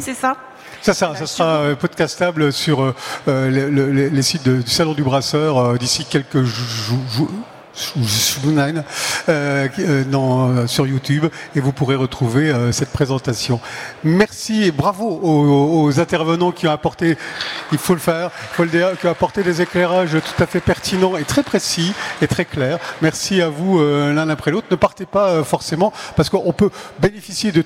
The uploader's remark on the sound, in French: Table ronde enregistrée le vendredi 21 octobre 2022, au Salon du Brasseur. Suite à un incident technique, le début de la table ronde n'est pas disponible.